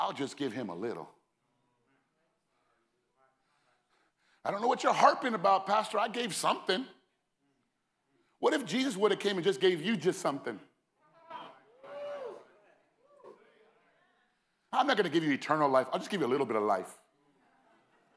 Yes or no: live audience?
yes